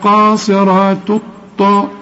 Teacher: شوف فيهن قاصرات الطاء، شوف الطاء أط مش ألا الطاء، واخد بالك؟ بتدغم اللام في الطاء · Term: لام شمسية